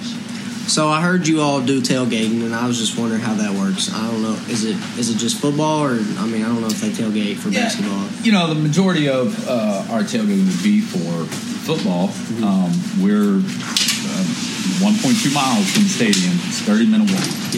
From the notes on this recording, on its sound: Hit the streets of Lexington, Kentucky to hit up a local Cajun restaurant, Bourbon n' Toulouse.